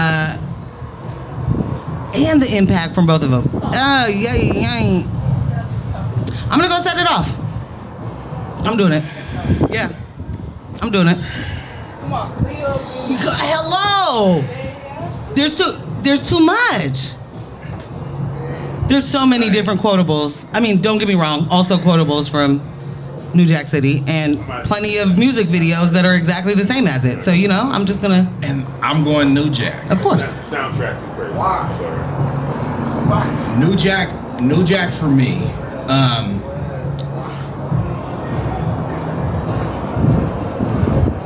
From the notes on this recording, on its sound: Where we caught the breeze and a vibe as we recorded live from the rooftop at #JackiesPDX, during the Hightop Happy Hour, for #SneakerWeekPDX Media Day.